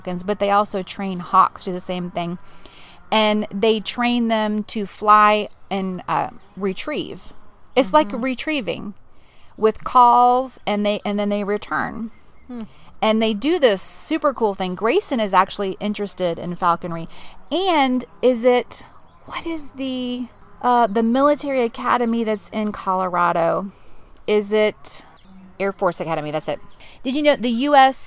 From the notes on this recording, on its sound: The replay is a live recording by the Roadschool Moms team from the back porch and behind the wheel.